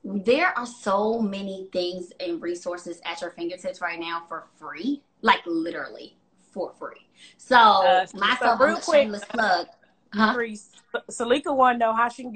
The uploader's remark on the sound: Wellness Wednesday IG LIVE